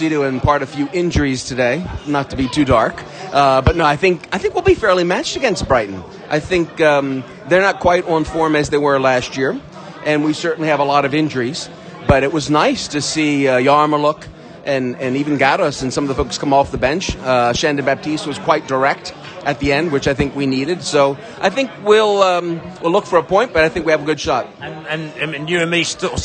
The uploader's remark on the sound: Post-Match Podcast from The Stands and Pub. We spoke to fans directly after Brentford's 3-1 victory against Luton in the pub and the stands.